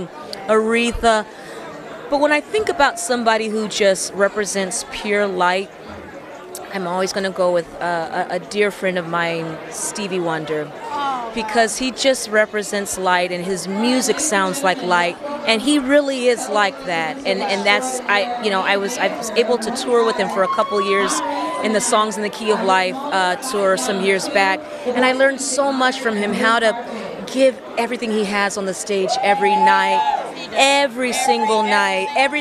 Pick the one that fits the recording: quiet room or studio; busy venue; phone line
busy venue